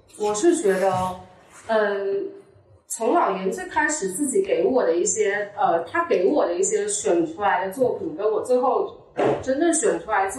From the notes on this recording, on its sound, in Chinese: 一树ARBRE艺术空间（深圳市福田区园岭六街园岭新村74栋103）。开幕对谈，现场录音质量较差，请见谅。